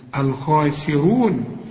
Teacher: الراء ثالث درجات التفخيم، الراء المضمومة